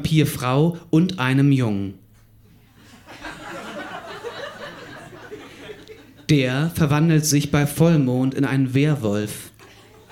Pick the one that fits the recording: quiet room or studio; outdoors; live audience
live audience